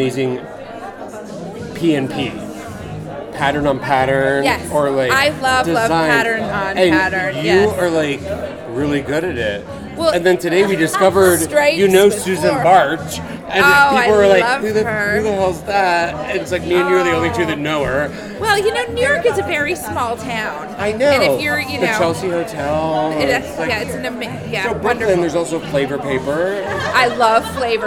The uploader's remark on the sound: Live at the Phillips Collection